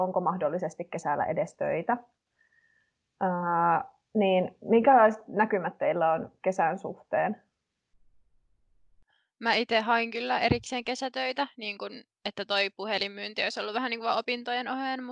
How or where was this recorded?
video call